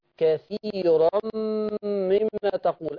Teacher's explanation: كثيرا ما تترققش الراء مفخمه